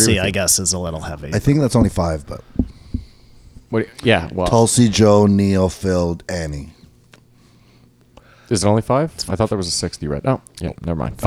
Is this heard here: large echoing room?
no